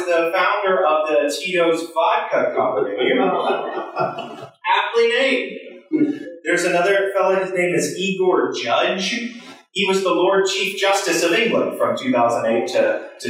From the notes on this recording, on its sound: Sermon recorded in the Chapel at Union Congregational Church Sunday July 2, 2023.